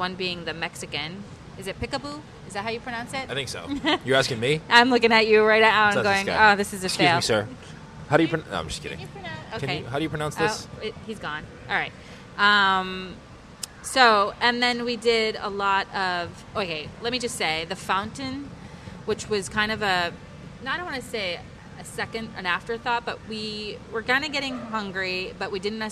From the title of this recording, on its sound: Live From The Swan and Dolphin Resort